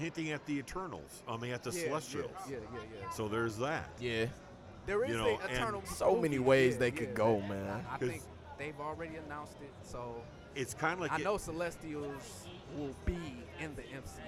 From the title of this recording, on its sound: Live at Downriver Comic-Con (Day 2)